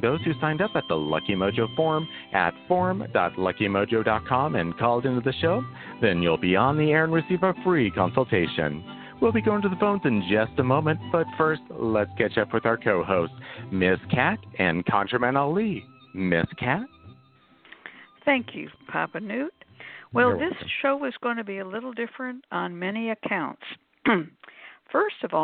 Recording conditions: phone line